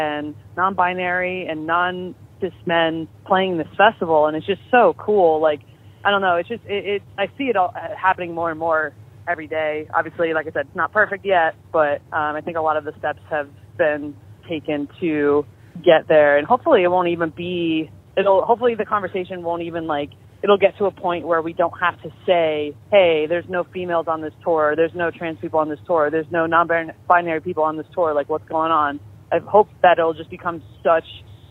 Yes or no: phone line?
yes